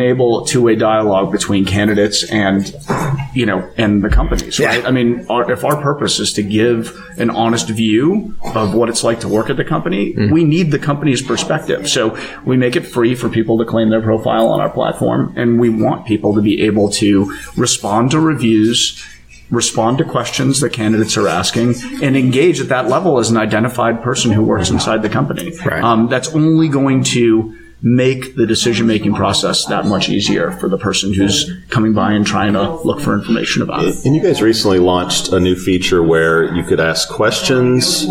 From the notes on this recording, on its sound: at a recent SHRM conference